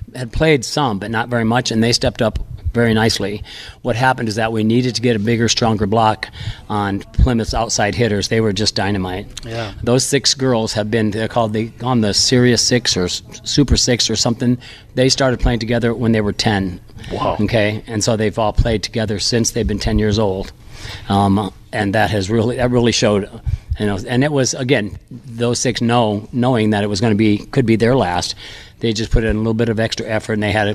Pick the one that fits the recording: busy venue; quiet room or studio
busy venue